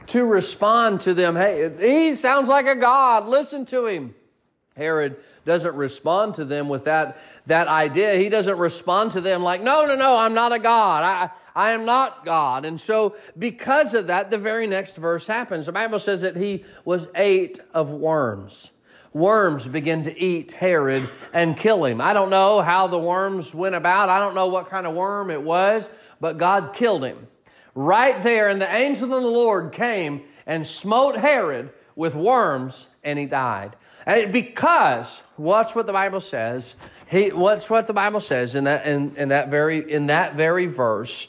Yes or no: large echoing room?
yes